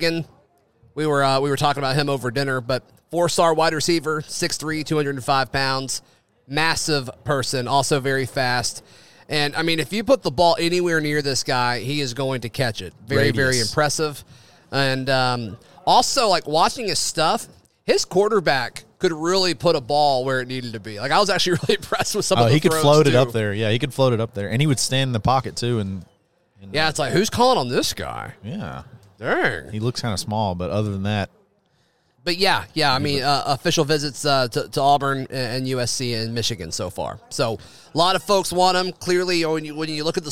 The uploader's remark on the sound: The guys broadcast live from Baumhowers every Monday night at 7:00 pm.